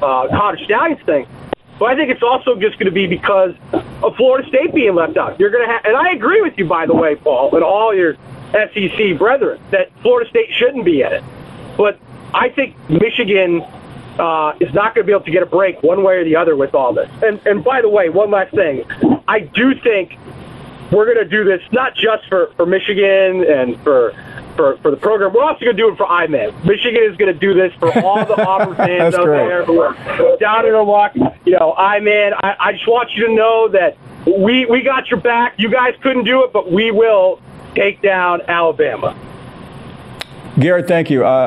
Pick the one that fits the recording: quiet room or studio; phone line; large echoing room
phone line